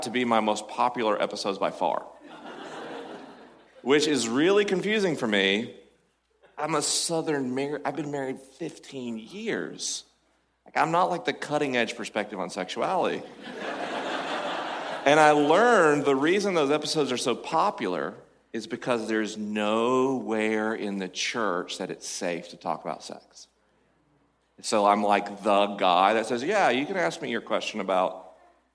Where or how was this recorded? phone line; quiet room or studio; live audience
live audience